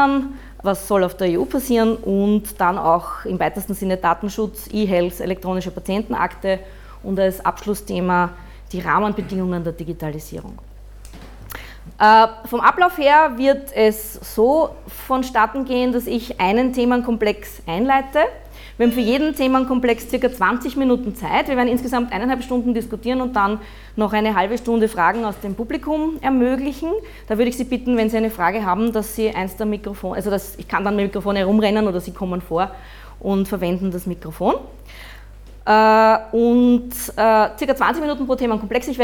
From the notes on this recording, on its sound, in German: Mitschnitte von der Veranstaltung von Mittwoch 11. In der Wiener Digital Society.